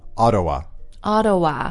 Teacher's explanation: It looks like Ottawa, but we say the T really quickly like this. Ottawa.